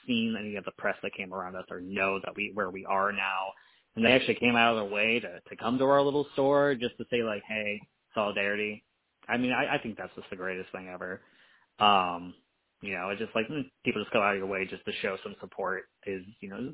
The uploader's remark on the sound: We had some technology issues with this one, which led to us broadcasting for a third time via our phones. Due to the difficulties, I did not give the man a proper intro as I was sweating bullets trying to figure out how to record a podcast over the phone.